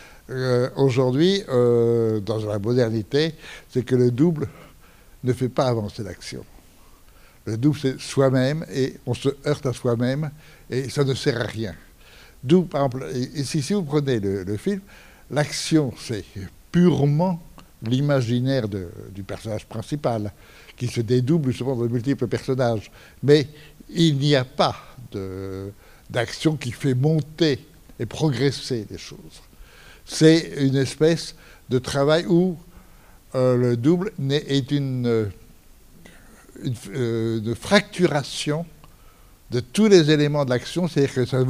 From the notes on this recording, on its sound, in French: Enregistrement intégral de l'intervention. Suite à la projection du film le 26 février 2014 au Centre des arts d'Enghien-les-Bains.